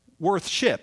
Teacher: You have two English words that we've just sort of dropped the TH or put it into the sh sound